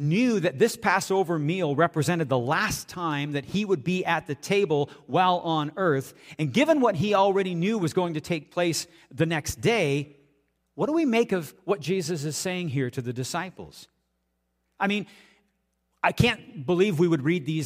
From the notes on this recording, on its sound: audio taken from the March 26, 2023 Sunday sermon at FBC Charlottetown PEI Canada